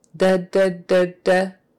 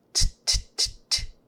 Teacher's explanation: So T is T-t-t-t-t, and D is D-d-d-d-d. And your tongue, for both of them, is in exactly the same place, right up here behind your front teeth. Okay, so, but we don't want to make it too long or too airy.